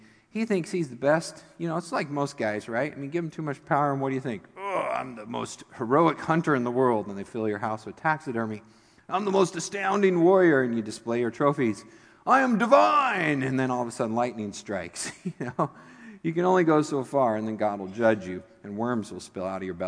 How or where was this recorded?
large echoing room